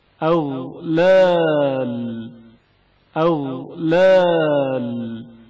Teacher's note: غین کی آواز جریان رکھتی ہے اور اچانک منقطع نہیں ہوتی